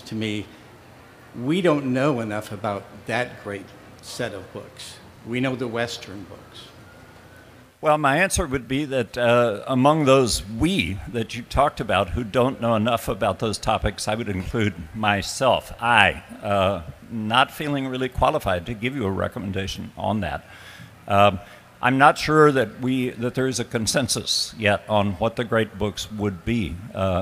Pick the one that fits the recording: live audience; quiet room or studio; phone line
live audience